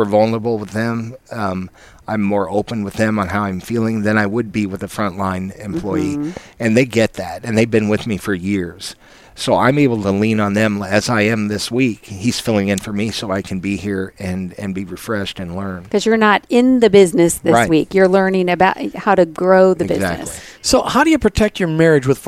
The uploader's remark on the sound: An inspiring time LIVE from the Office Pride ANNUAL RETREAT.